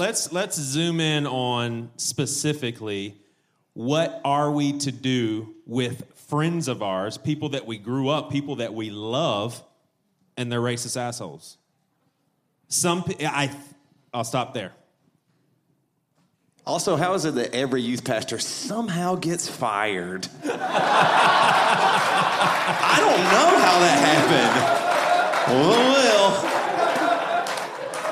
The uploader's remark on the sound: A Panel from BadChristian Con.